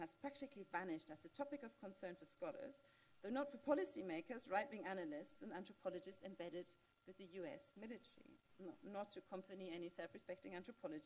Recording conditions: live audience